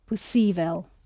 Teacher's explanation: The O isn't stressed, so it sounds more like an U, possível. You skate over it quickly.